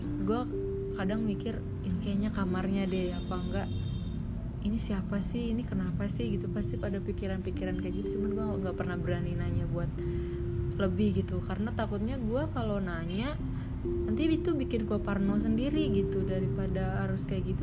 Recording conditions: sounds in the background